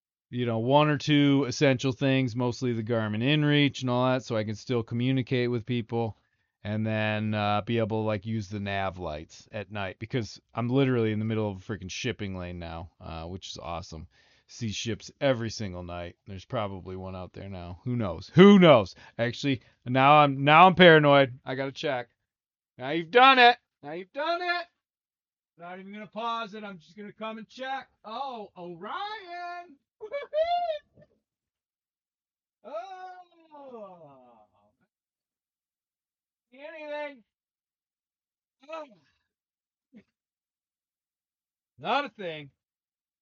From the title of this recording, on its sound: Offshore Recording, Passing Bermuda